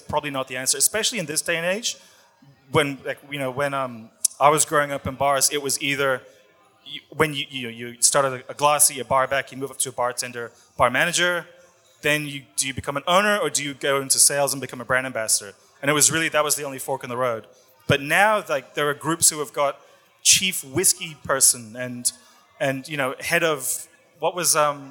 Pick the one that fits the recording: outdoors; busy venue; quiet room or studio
busy venue